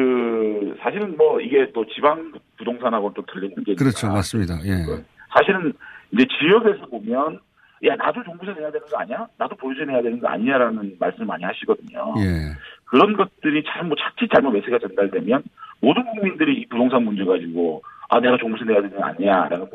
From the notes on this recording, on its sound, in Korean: 전화연결